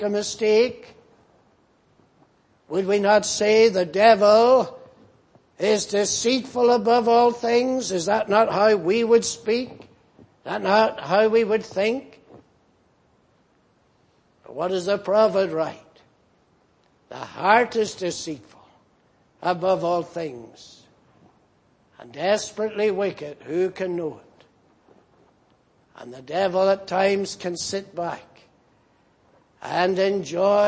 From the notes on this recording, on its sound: Preached in Grafton. At the Lord's Day Morning service on 28th July, 2019.